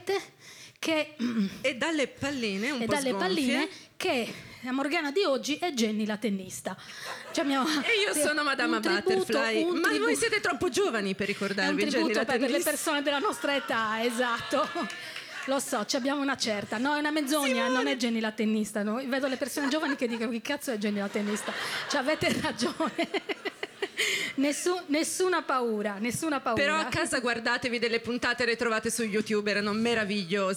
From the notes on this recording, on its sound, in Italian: raccontata live dal palco dell’Alcazar di Roma